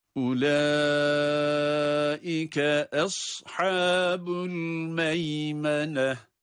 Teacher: أُولَٰئِكَ de yine meddi muttasıl vardı biliyoruz. 4 elif miktarı kadar uzatabiliyoruz bunu.